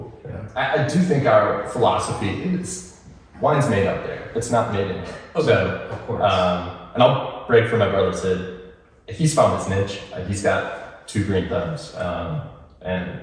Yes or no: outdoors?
no